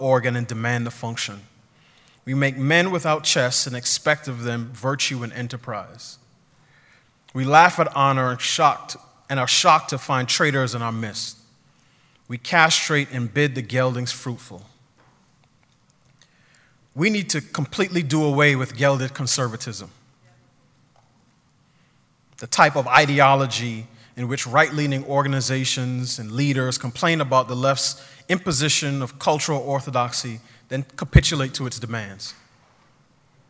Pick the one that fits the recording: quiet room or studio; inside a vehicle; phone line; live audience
live audience